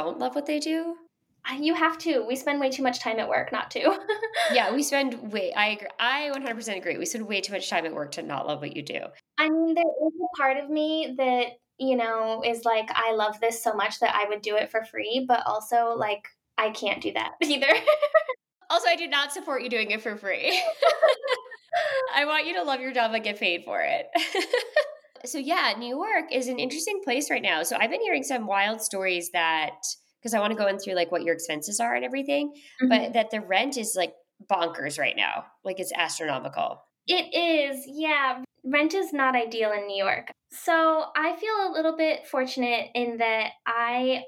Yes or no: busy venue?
no